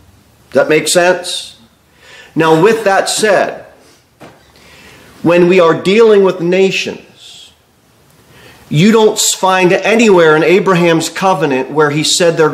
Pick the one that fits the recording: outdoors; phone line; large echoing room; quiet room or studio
large echoing room